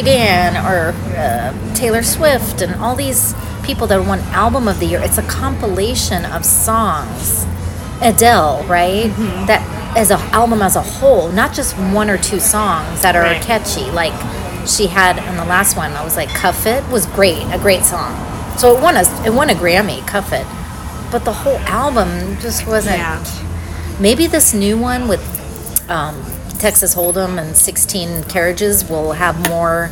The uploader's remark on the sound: on location for a well-deserved breakfast